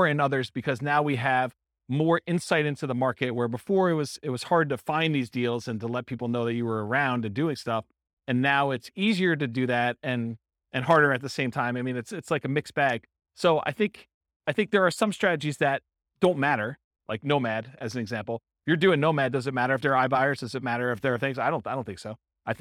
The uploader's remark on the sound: This was a live class recorded